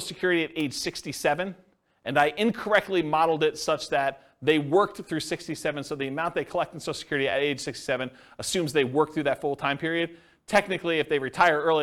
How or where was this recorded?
live audience